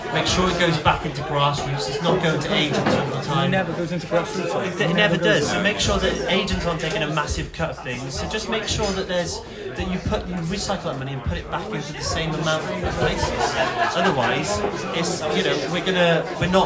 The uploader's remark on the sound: This week we hosted our first live show at Little Man Coffee Cardiff and it sold out.